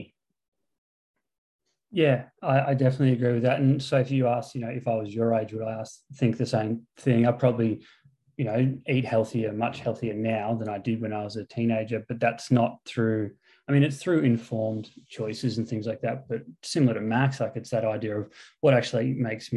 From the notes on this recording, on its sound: Brought to you via Zoom, as the team call in from home. Due to current lockdown restrictions.